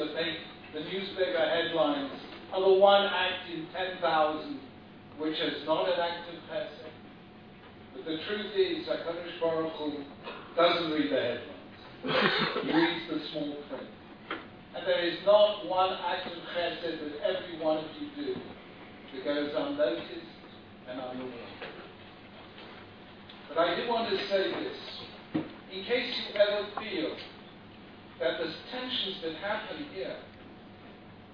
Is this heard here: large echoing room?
yes